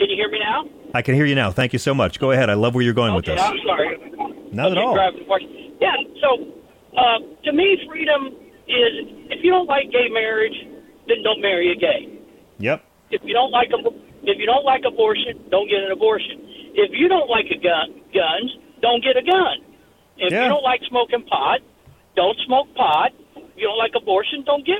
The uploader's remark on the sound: takes a call